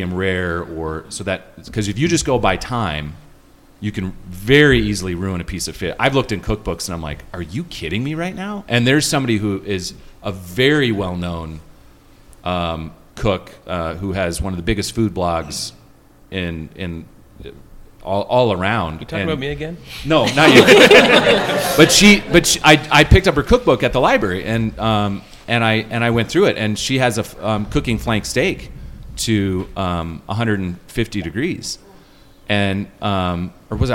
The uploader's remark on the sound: Host a live podcast with a question and answer session at the 2023 Backcountry Hunters and Anglers Rendezvous. Answer questions from the audience.